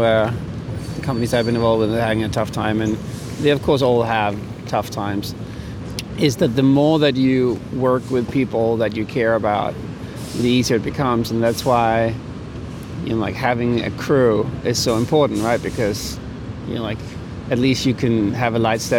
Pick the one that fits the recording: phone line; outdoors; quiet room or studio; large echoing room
outdoors